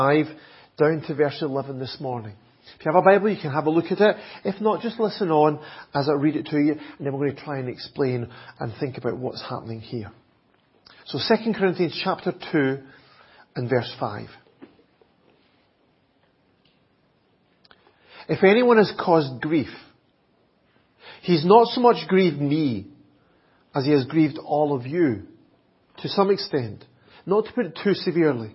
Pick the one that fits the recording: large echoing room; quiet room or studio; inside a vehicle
large echoing room